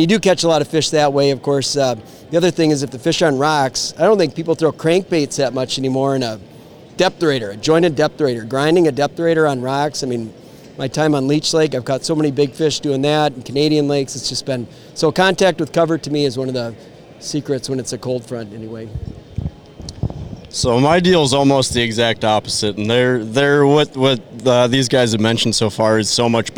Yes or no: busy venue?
yes